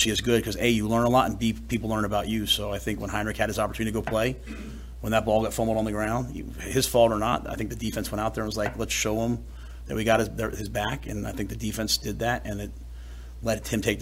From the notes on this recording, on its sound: Monday press conference